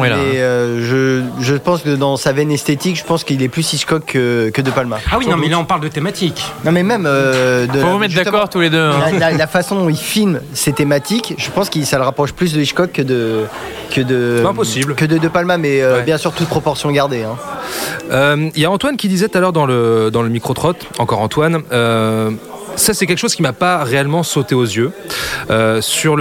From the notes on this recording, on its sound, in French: Enregistré au Hurling pub (8 Rue Descartes, 75005 Paris), le samedi 10 novembre 2018.